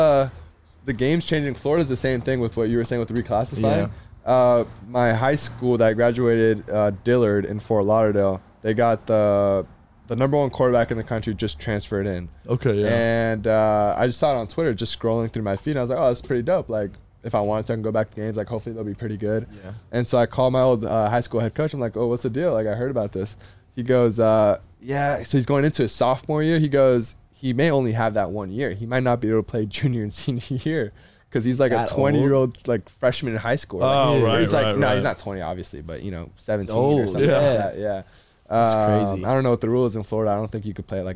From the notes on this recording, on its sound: in the truck